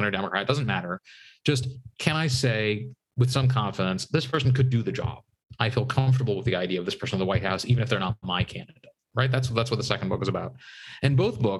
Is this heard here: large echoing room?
no